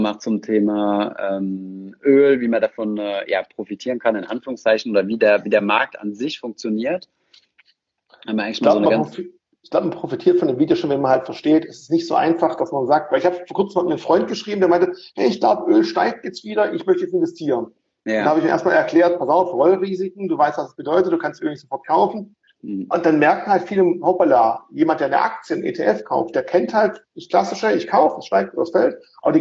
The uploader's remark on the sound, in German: Diese Podcastfolge war eine Instagram Live-Session